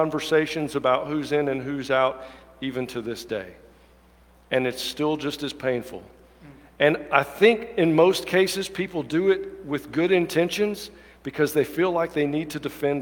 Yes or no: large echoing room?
yes